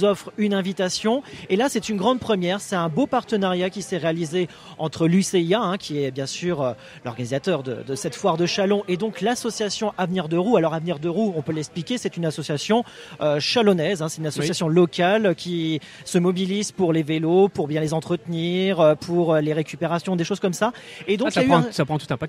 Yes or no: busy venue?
yes